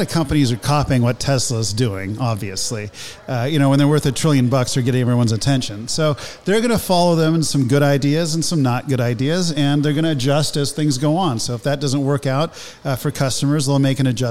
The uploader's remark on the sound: Recorded from Porsche Santa Clarita